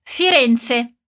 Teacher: A gente pronuncia Firenze com aquele som do Z de pizza. E nada de pronunciar o E com som de I. Coisa que a gente tem costume de fazer aqui no Brasil.